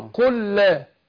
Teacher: فأنا أدغمت اللام في اللام بقول قل لا، نطقتها لام واحدة اللي هي اللام الثانية · Term: إدغام مثلين صغير